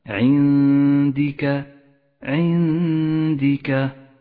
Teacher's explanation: عندك، لاحظ كيف جاءت النون الساكنة وبعدها حرف الدال في كلمة واحدة، نخفي النون بالدال مع بقاء غنة للنون زمنها حركتان · Term: الإخفاء